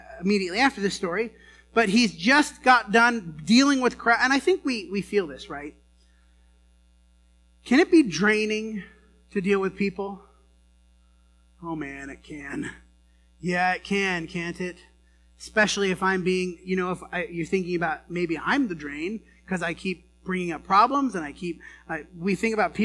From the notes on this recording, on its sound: The first few minutes didn’t get recorded. This sermon was preached at the Dewey Church of Christ on September 15, 2019.